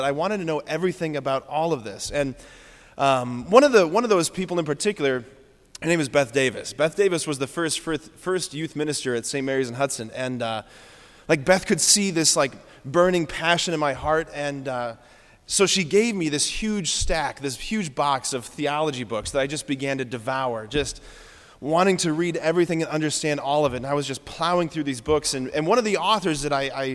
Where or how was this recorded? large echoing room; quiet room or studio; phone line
large echoing room